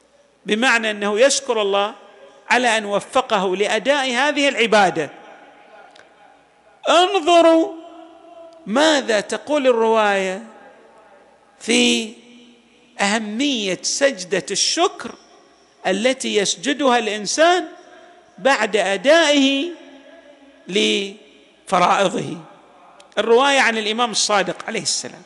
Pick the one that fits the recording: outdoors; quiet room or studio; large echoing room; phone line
large echoing room